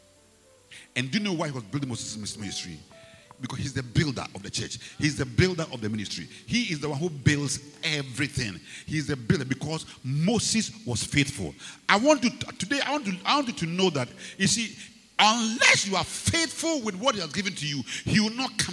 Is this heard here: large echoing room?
yes